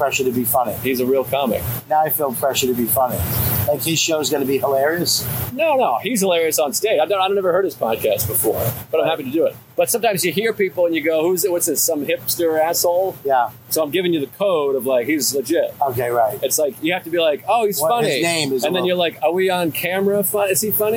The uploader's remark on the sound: It’s an on location YKWD from Just For Laughs Montreal. Having an outdoor old school style episode.